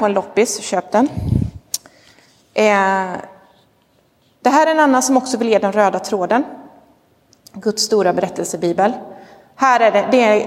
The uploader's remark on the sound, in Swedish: Inspelad i Roseniuskyrkan den 23 oktober 2022.